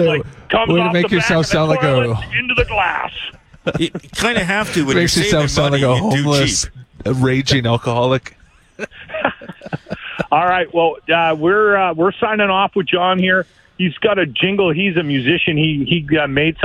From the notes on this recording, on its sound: Broadcast the show while driving around the city.